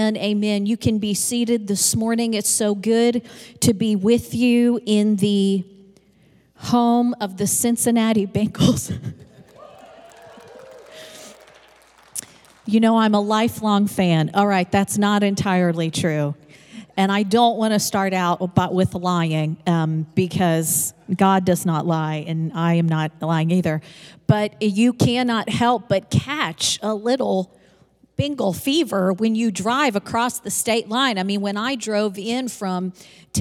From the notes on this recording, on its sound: Recorded live on 2/13/22.